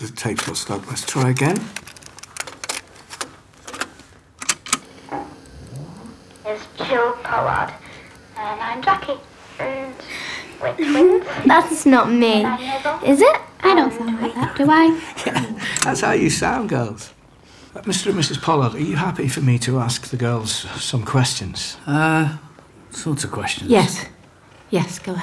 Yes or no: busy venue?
no